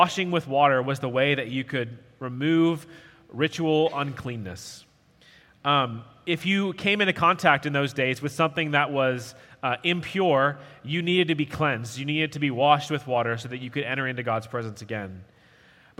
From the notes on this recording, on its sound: At Redeemer Presbyterian Church in Charleston, SC.